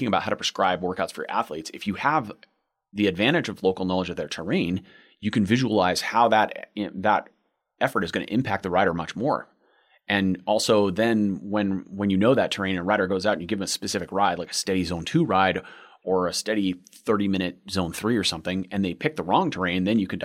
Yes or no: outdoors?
no